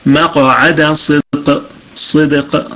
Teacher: الدال والقاف كلاهما مقلقل